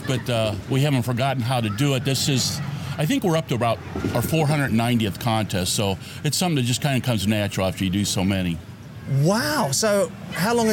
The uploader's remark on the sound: Live at the Hammond BBQ Challenge, Louisiana. The town was packed as the whole community came out to support the event and raise money for the local community which was heartwarming to see.